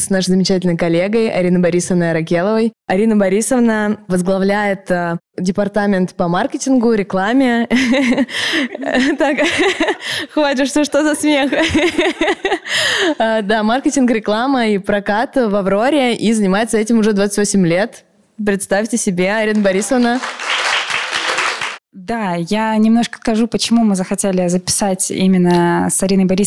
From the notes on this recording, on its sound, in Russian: Это живая запись в рамках международного кинофестиваля «Пример интонации» в Севкабель Порту в Петербурге.